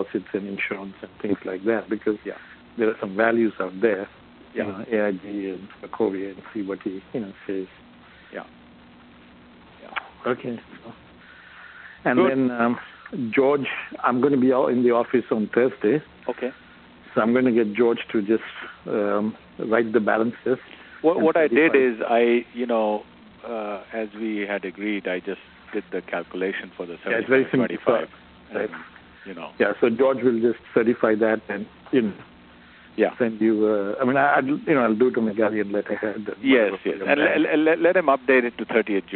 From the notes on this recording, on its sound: a recording of the audio of this phone call